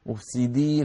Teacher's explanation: فإذا ما انتبهنا ممكن الإنسان يقول مفسدين اسمعوا الخطأ يعني مفسدين فالفاء بتخرج ضعيفة وكأنها غير موجودة